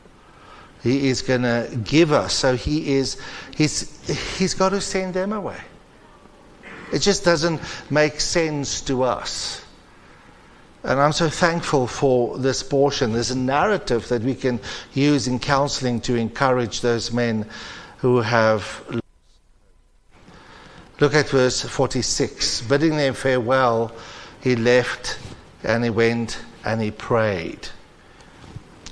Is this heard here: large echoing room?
yes